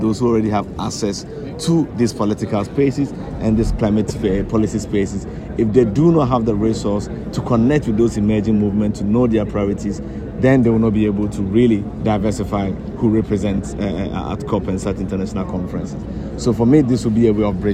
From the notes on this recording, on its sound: is a live conversation that took place in the heart of Sharm-El-Sheikh in Egypt where COP27 takes place.